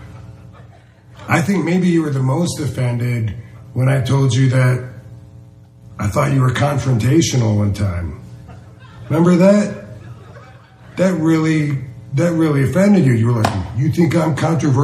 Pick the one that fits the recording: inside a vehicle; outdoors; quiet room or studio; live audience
live audience